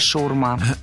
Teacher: Шаурма с ударением на окончании